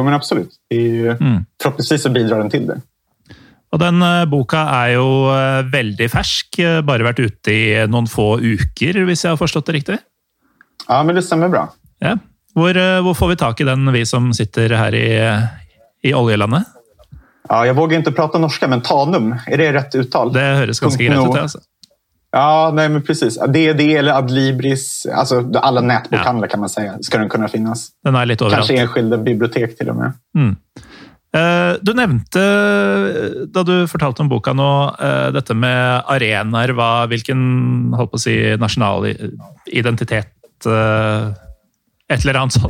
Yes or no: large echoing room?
no